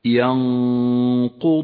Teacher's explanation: لاحظ أن الغنة غنة مفخمة هكذا ينقضون، لأن حرف القاف حرف مفخم والغنة تتبع ما بعدها في الترقيق والتفخيم.